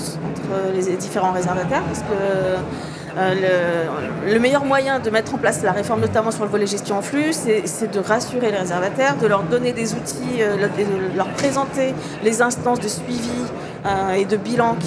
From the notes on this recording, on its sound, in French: en direct du 83e congrès USH à Nantes